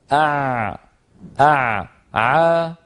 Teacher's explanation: العين يا أخي الكريم تخرج من وسط الحلق عند لسان المزمار، عند لسان المزمار، وتكون برجوع لسان المزمار إلى الخلف هكذا. · Term: حرف العين